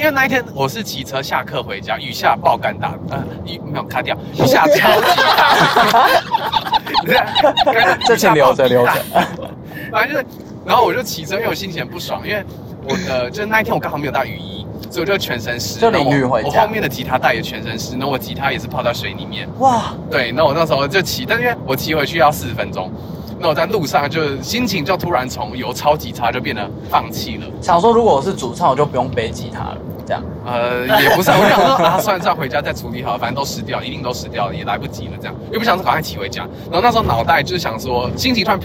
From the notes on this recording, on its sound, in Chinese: 前往森林音樂祭的保母車上。車速過快，瘋狂消音嗶嗶嗶！！本集於保母車上錄製，底噪較大敬請見諒。